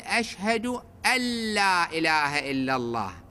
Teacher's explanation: مثل مثال أشهد أن لا إله إلا الله، أن هذه نون التقت ويا اللام اللي هي أحد حروف يرملون، الفصيح أن يقول أشهد أن لا إله إلا الله، ألا تتحول النون إلى لام ويصير إدغام